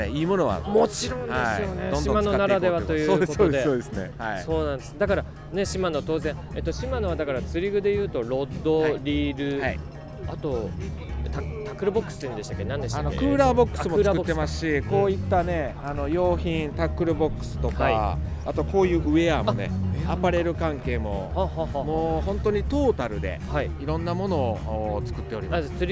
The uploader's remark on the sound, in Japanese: 会場に押し寄せる来場者は2日目にさらに増加。レースもイベントも飲食も、行列と歓声にあふれたあたたかい会場となった。賑わう出展ブースから生の声を収録してきた。収録地： さいたま市 秋ヶ瀬公園 バイクロア会場。収録機材： ZOOM F3 (レコーダー)、 ZOOM ZSG-1, AKG D5（マイク）。